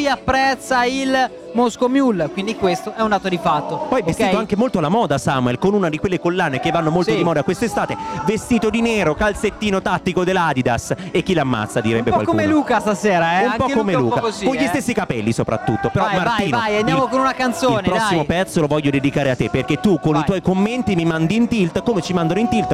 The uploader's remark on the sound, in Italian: RIVEROCK: Diretta Pre Concerto